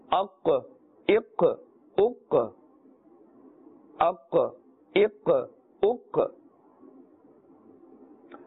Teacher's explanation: qaf is pronounced with a full mouth because it is part of the huruf musta'aliya and it is part of the huruf qalqala. The qalqala letters, and therefore you can hear that slight echoing or bouncing sound, because this is a qaf with a jazm upon it.